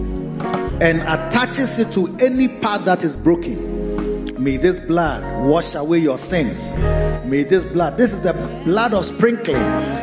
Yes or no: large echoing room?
yes